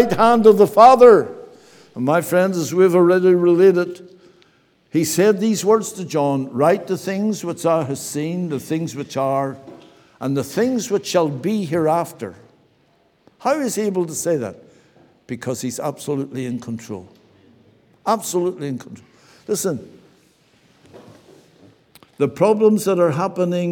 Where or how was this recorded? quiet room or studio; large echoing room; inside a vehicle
large echoing room